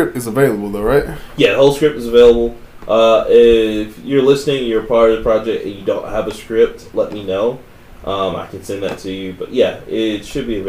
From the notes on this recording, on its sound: Sorry about the audio again we are really trying to fix it.